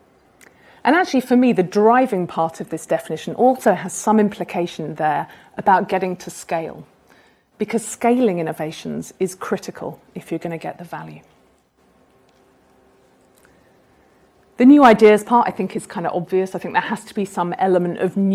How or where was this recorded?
live audience